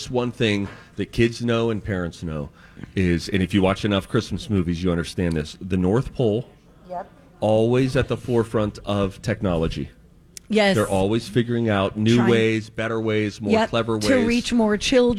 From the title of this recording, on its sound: On Location at Popped Corn in Minnetonka